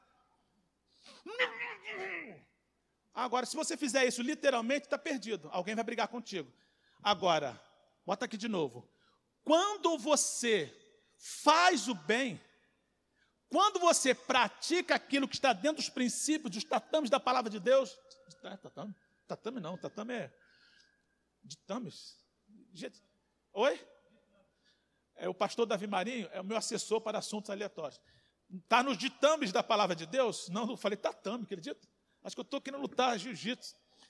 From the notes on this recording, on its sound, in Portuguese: CULTO DE LOUVOR E PALAVRA AO VIVO